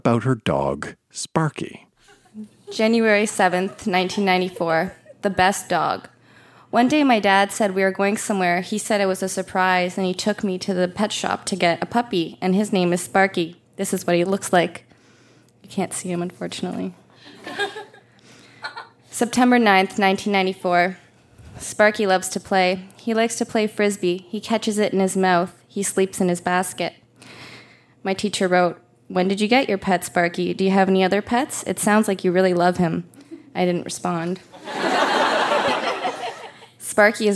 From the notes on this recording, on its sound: Recorded live at the Tranzac Club in Toronto.